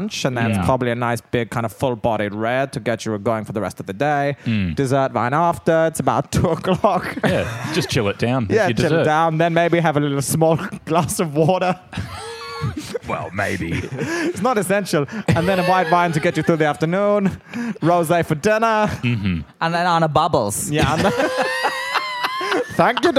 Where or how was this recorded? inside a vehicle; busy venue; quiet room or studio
busy venue